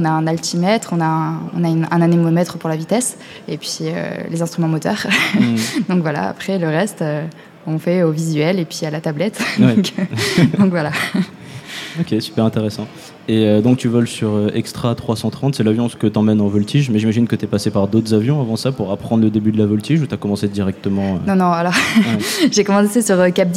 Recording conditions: live audience